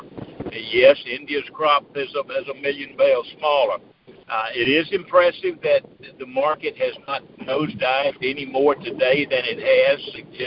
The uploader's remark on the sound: Monthly Cotton Conference Call.